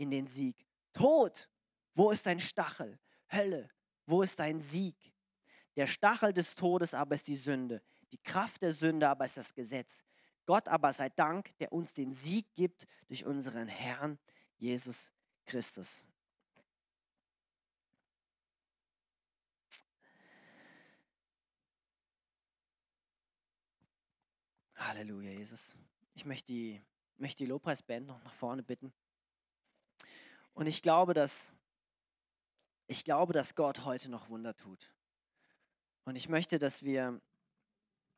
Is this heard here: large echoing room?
yes